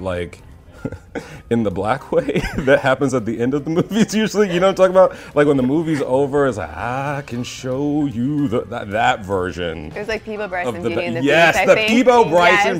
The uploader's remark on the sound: joined us live at The ESSENCE Festival of Culture